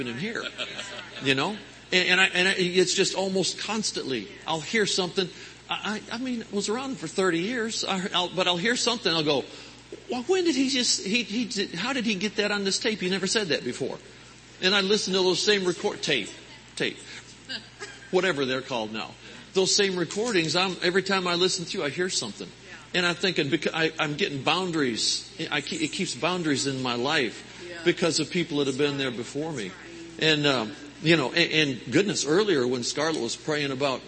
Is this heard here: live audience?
yes